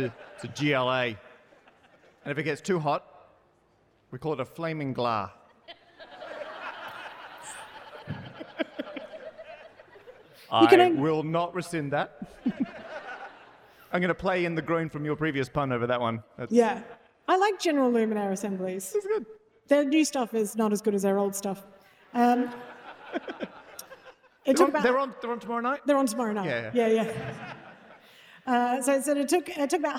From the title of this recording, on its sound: live at Bluedot Festival